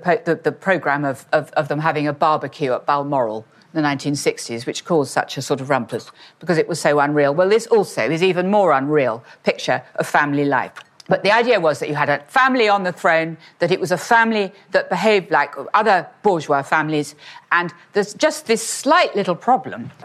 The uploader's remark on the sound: in a talk that she delivered at our Victorians Day earlier this year